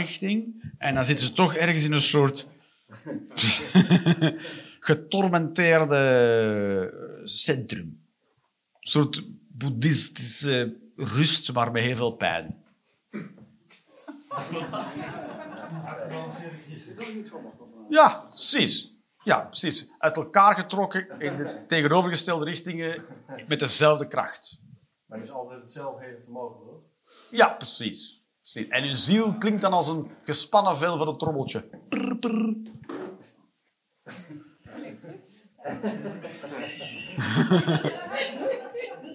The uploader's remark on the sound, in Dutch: Live 11 Oktober 2023, bij ComedyhuisClub, Utrecht.